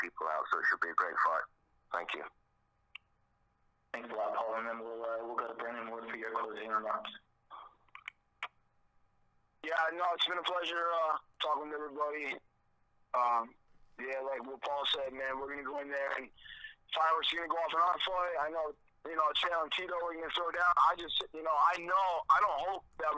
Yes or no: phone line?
yes